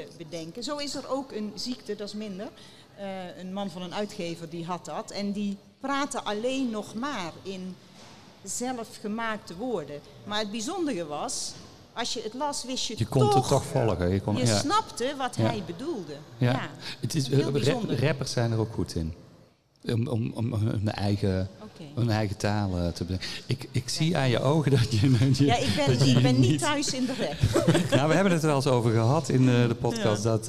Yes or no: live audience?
yes